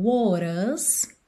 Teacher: Aqui ela usa rarara no T, mas não enrola a língua no R.